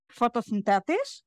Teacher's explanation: she stressed the fourth syllable instead of the third